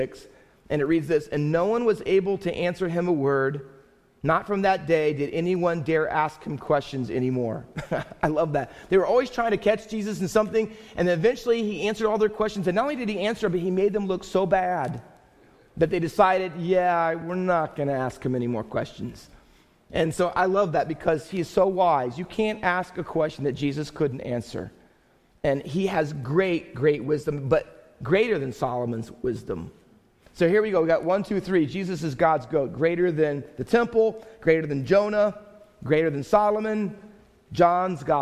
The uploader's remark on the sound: Faith Baptist Church in Hamilton, NJ.